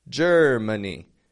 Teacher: I notice that M-A in the middle of the word is not getting a very strong sound · Term: schwa